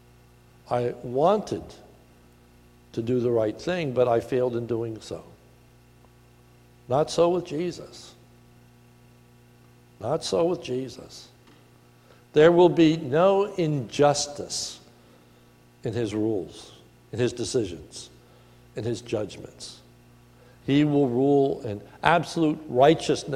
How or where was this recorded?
large echoing room